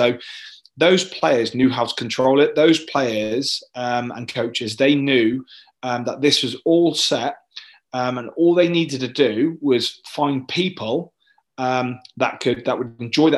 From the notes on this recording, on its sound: This was recorded virtually so a few technical glitches can get thrown in!